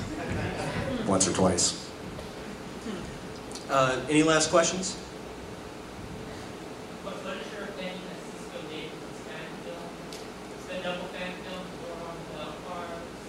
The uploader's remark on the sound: Panel from Pensacon 2016